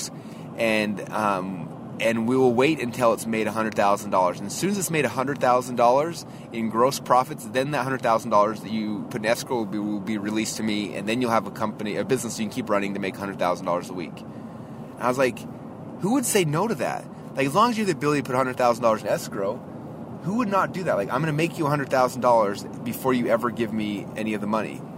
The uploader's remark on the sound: I just actually drove my brother, who’s our audio-video guy, back to the airport. I’m driving back. I’ve got probably 15 minutes or so in the car.